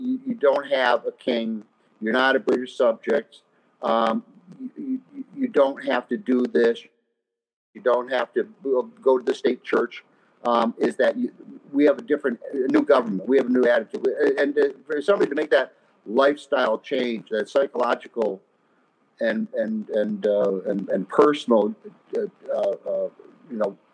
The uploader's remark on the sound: On today's show, we bring you the audio from our annual Martha Washington Lecture. She was joined on the virtual stage.